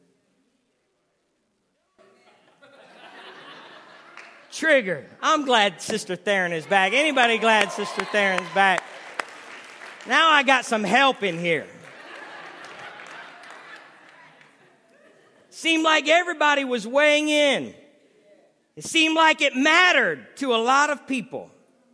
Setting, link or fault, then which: setting, large echoing room